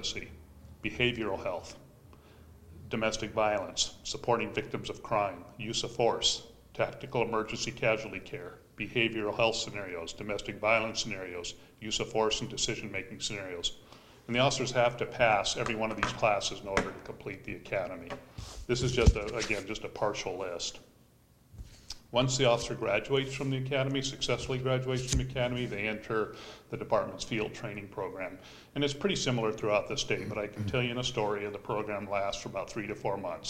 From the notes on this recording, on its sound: Live recording of the Astoria City Council meeting, June 1, 2020.